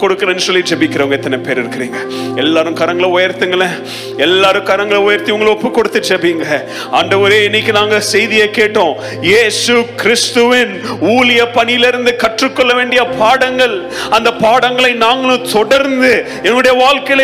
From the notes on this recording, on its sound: Missions Sunday Second Service Sermon Live